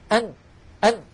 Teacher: فلو سددنا الأنف أن أن، نلاحظ بأن الصوت قد اختل · Term: الغنة